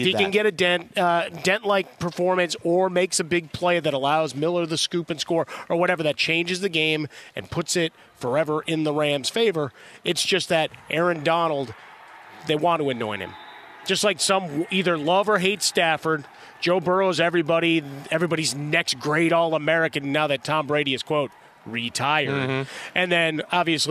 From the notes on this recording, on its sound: joins the show live from radio row